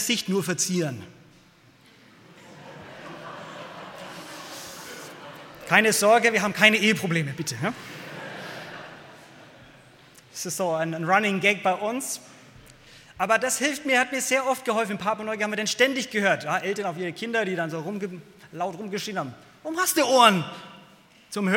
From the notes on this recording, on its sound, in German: Aus dem Gottesdienst der Liebenzeller Mission.